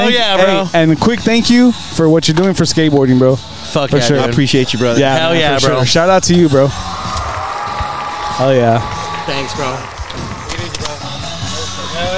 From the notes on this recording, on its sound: live from South Padre Island at The Beach Bash Skate Jam hosted by TCA Media